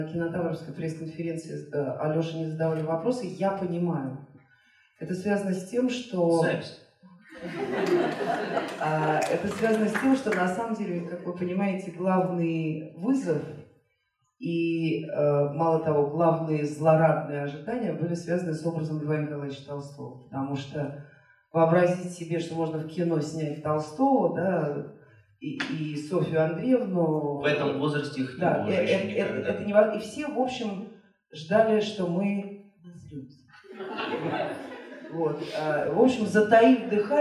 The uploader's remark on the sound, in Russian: Встреча в Доме культуры "Ясная Поляна" в рамках фестиваля Толстой Weekend